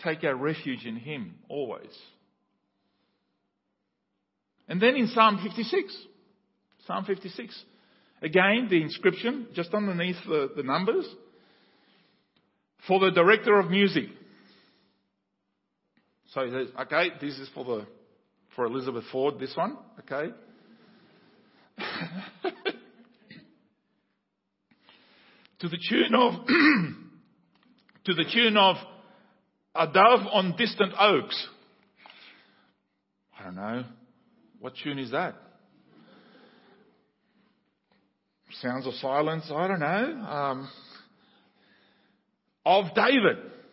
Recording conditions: large echoing room